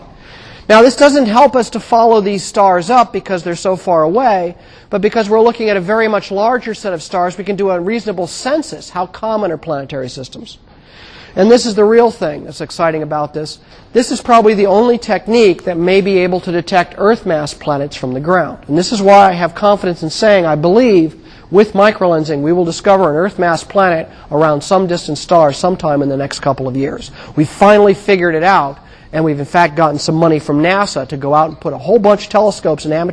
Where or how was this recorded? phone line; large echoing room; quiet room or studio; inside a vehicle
large echoing room